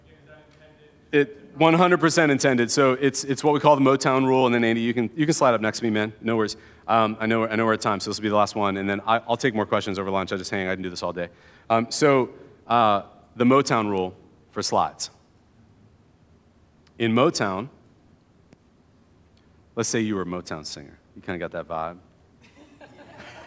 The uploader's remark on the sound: keynote address from 2022's Evergreen One Day event